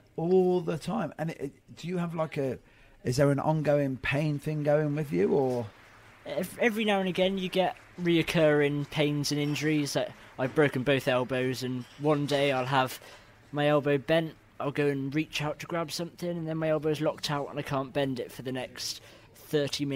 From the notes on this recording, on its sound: Recorded earlier this year at the Warriors Assemble awards.